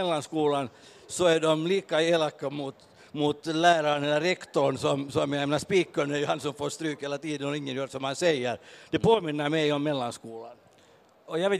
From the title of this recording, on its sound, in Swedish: Podden Live från Bokmässan